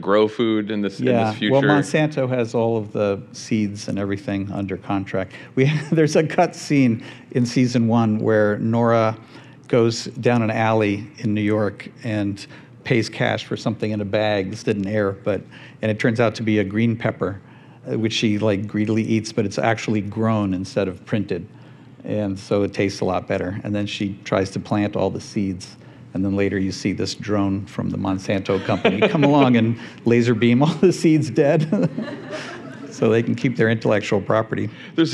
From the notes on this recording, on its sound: Recorded live from the podcast stage at South by Southwest.